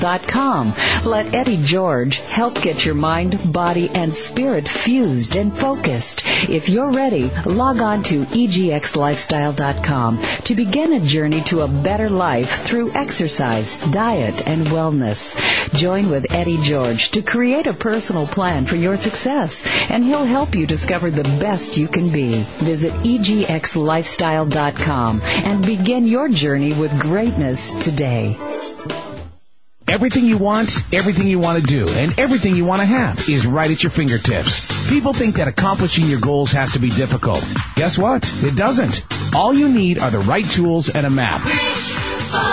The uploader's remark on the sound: they will be taking listener phone calls